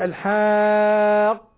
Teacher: الحاقة، عرف حرف المد جاء بعده قاف، ودائما علماء اللغة والتجويد يقولون الحرف المشدد دائما عبارة عن حرفين، الأول ساكن ويدغم بمتحرك، فالحرف المشدد أوله ساكن فهو ساكن مشدد، ما يغرك أنه عليه حركة، لما يقول الحاقة أول ما ضرب لساني على القاف قاف ساكنة ثم تشددت